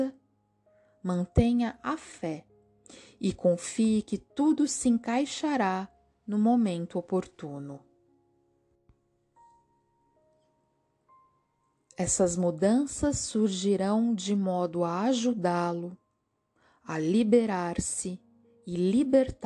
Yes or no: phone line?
no